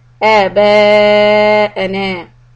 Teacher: we are going to drop the last mad and just make it two harakat · Term: drop the mad